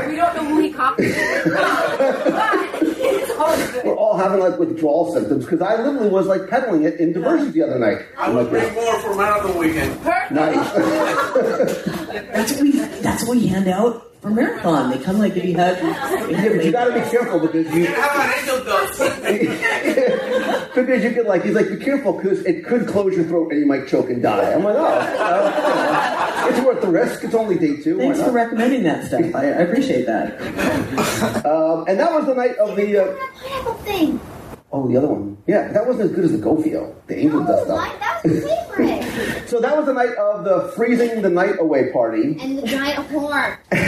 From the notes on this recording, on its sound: This week’s show was recorded live during our WDW Radio Cruise to Alaska on the Disney Wonder last week.